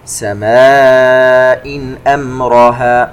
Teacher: مد متصل في كلمة سماء، يمد بمقدار أربع حركات، تنوين وبعده الهمزة إظهار حلقي.